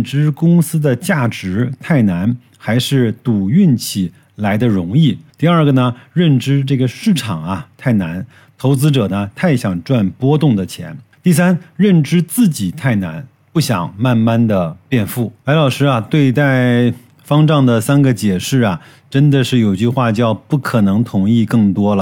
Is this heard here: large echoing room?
no